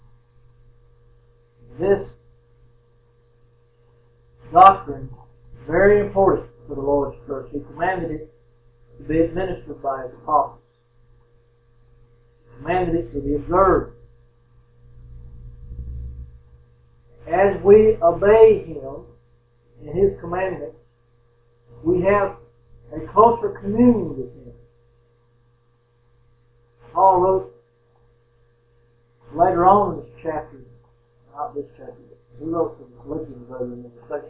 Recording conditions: poor sound quality